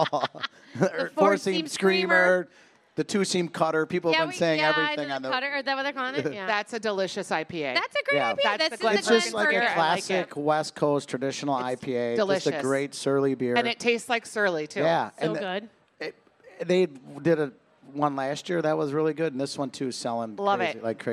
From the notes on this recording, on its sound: Live from the KSTP Stage at the Minnesota State Fair